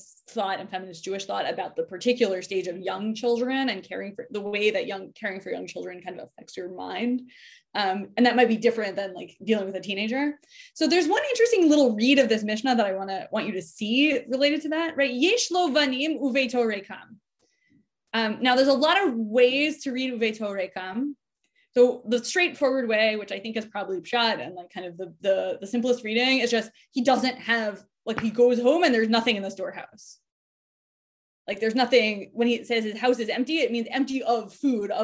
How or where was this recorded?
video call